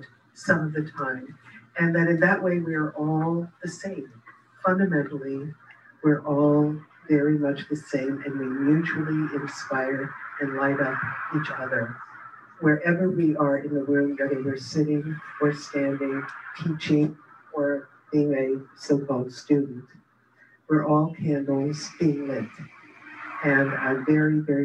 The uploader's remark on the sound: (Mission Dharma) Recorded Zoom Session.